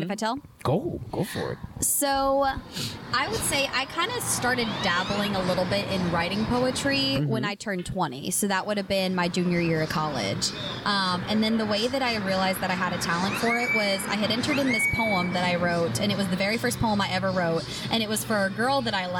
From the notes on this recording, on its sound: outside our home for poetry, Avant Garden.